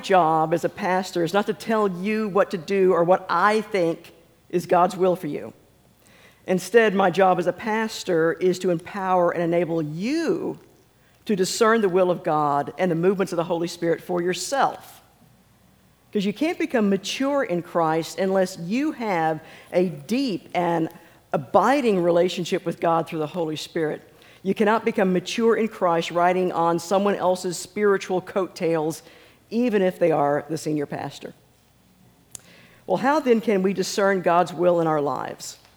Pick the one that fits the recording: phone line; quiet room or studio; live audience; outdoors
live audience